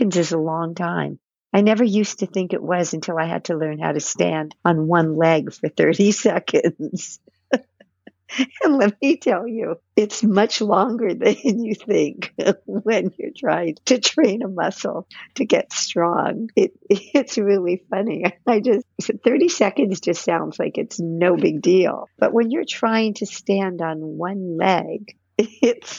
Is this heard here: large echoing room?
no